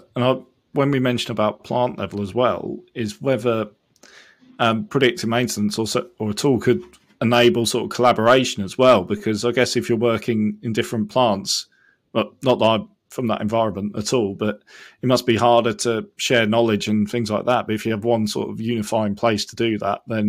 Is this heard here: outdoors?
no